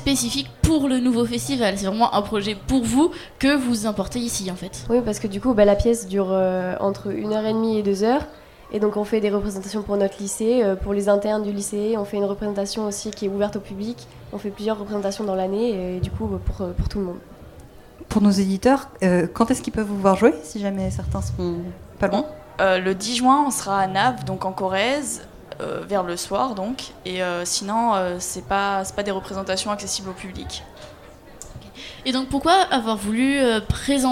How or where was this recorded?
busy venue